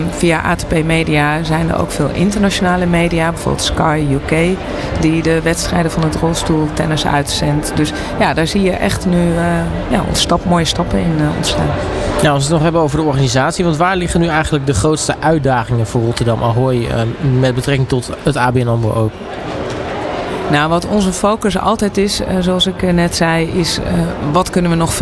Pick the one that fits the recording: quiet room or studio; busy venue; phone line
busy venue